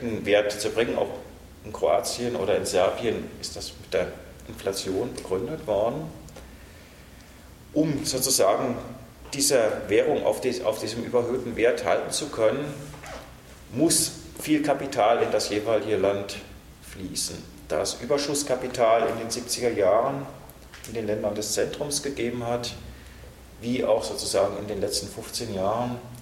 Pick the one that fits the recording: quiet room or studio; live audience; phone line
live audience